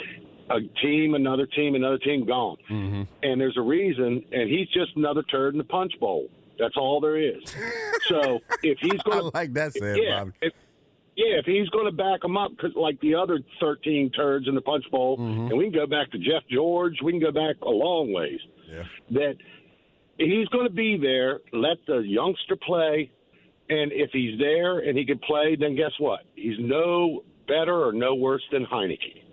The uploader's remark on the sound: The phone lines light up to discuss the topic. Takes as many listener calls as he can before the show ends.